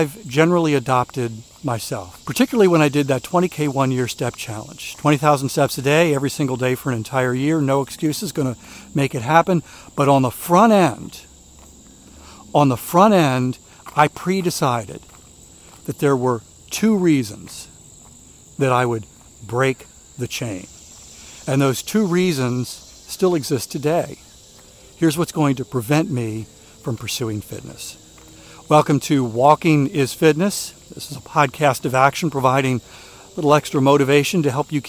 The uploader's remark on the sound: During today's ten-minute walk